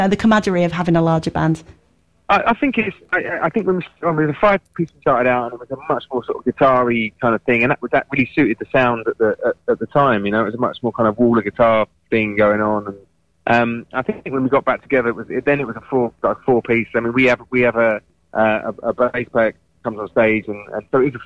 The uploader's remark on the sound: on the Phone